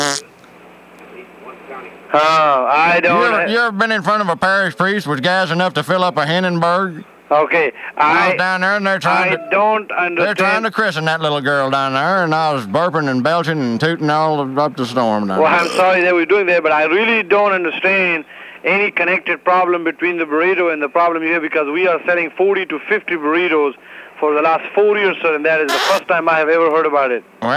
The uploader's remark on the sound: Prank Phone Calls